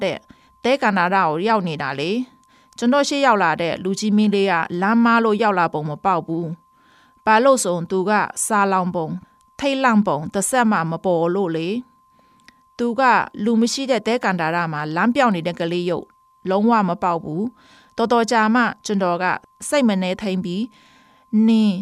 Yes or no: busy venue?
no